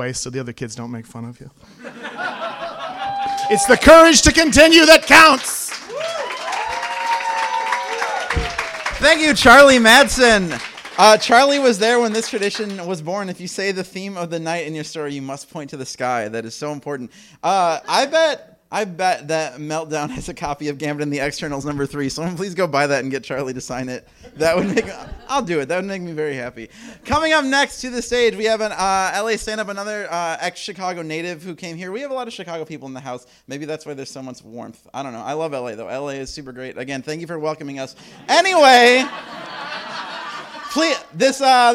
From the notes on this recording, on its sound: The Your Stories show we recorded at the Nerdist Showroom at Meltdown Comics. It was a real treat to record at such an iconic venue.